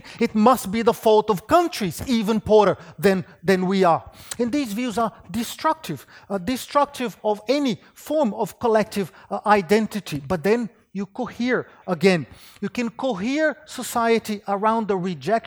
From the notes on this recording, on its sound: Wheelwright Memorial Lecture, presented by the Department of Political Economy at University of Sydney.